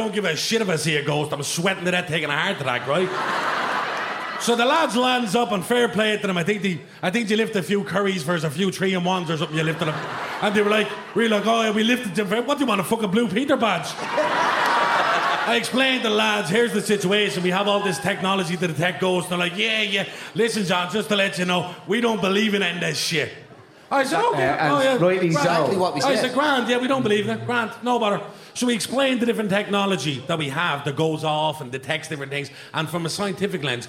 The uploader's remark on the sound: Live at Vicar St 2.0. In a sold out live show at Vicar St. Some live music performed on the night.